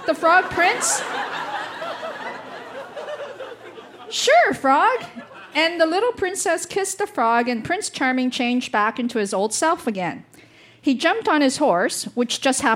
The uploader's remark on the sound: Recorded live at the Tranzac Club in Toronto.